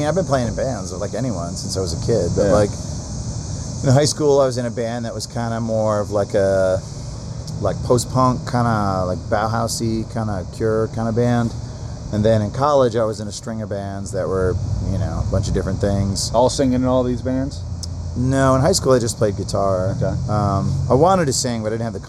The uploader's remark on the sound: This was recorded on 8/18/2018 at The Spacebar in Columbus, Oh.